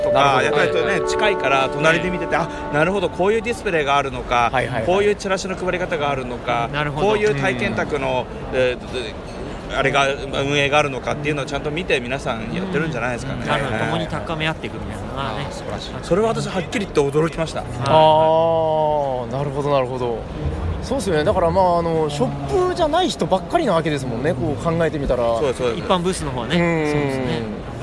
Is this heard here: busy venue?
yes